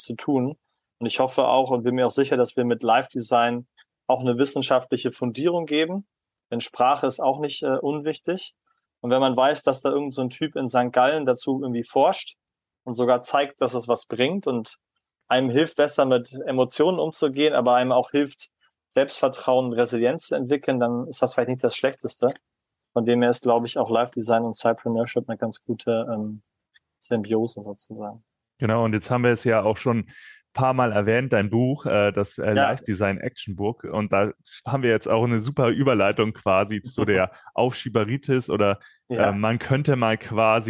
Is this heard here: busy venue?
no